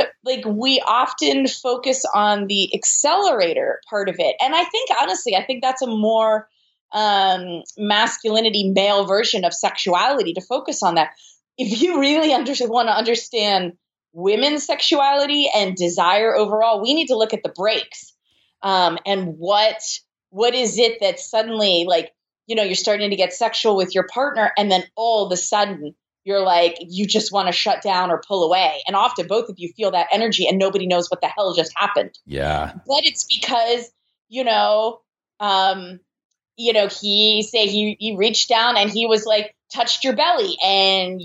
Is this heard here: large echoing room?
no